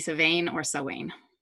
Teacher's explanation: the M-H makes a V or a W sound, depending on which part of Ireland you're from · Term: consonant mutation